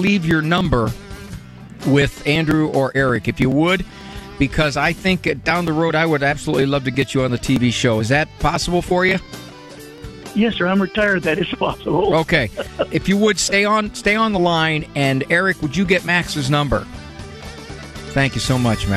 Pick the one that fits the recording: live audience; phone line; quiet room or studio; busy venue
phone line